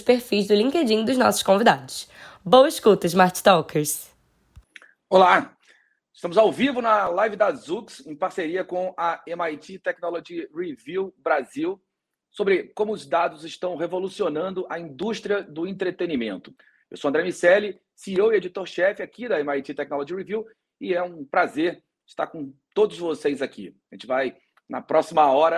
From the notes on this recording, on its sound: Live Linkedin. Em parceria com o MIT Technology Review Brasil, a Zoox realizou uma live gratuita no LinkedIn.